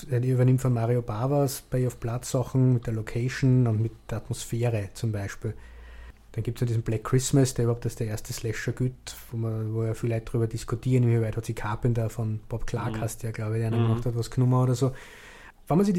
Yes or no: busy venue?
no